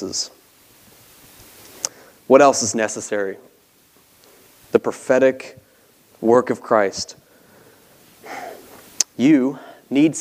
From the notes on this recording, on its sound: This sermon was preached from the pulpit of Grace Community Church in Berea, KY.